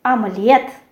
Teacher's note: We have омлет, omelet. Here we also have the stress which falls on the last syllable, and in English it will be on the first syllable.